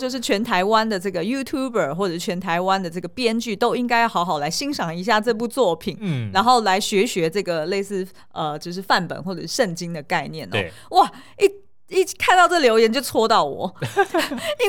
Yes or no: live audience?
no